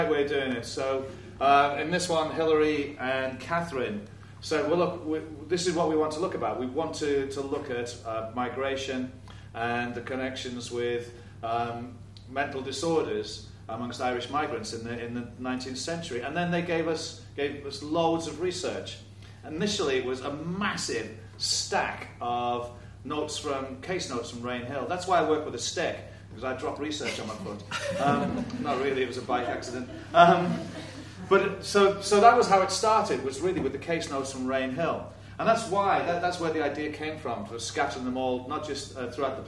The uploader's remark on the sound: Expert Panel Discussion, filmed Thursday 3 July 2014 at the New Theatre, Dublin.